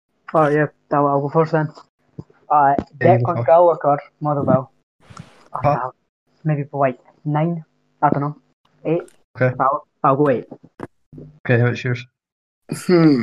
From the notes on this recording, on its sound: the audio in this episode was quite weird for some reason